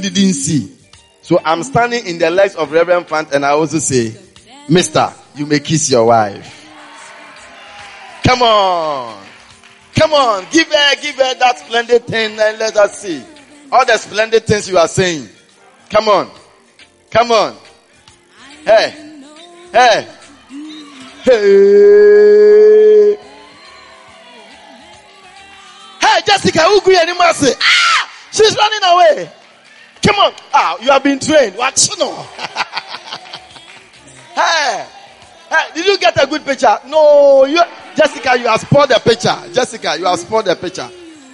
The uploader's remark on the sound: Preached during the Morning Glory Service at the Everlasting Father Cathedral.